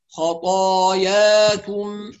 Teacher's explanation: نخلي بالنا من تفخيم الخاء والطاء وترقيق بقية الحروف، يعني الياء والكاف والميم مرققة